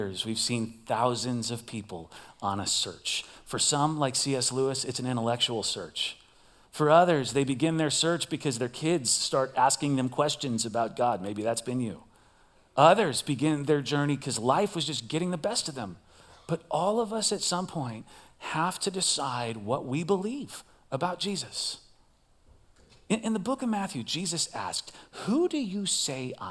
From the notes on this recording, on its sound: Recorded live at CrossWinds Church.